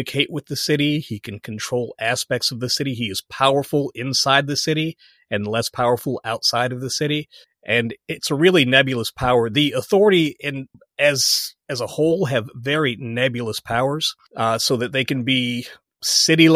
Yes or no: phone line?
no